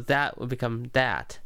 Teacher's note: TH sounds would become more like a D sound